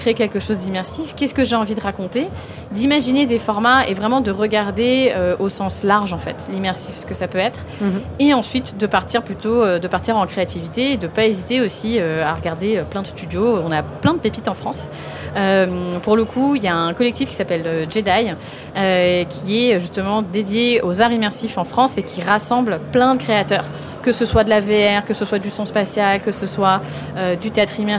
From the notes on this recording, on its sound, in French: Cet épisode a été enregistré lors du Salon Heavent grâce à la participation d' EPHEMERE SQUARE qui a accueilli notre studio mobile dans ses structures temporaires éco-responsables et aux moyens techniques mis à disposition par NOVELTY .